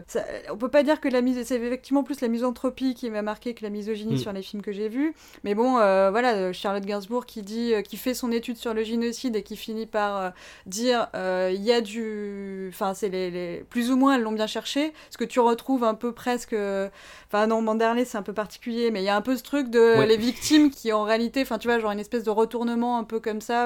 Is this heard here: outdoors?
no